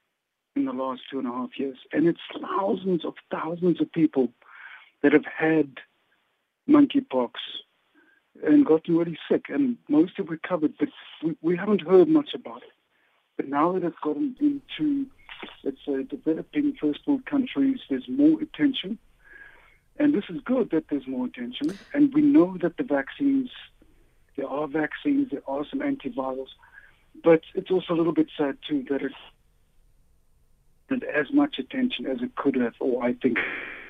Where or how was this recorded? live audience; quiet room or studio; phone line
phone line